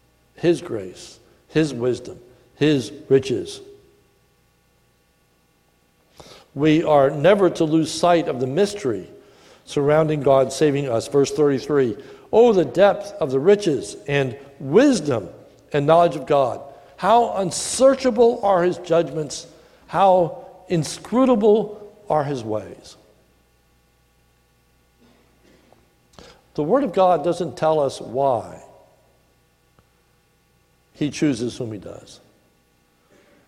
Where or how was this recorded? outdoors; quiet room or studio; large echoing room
large echoing room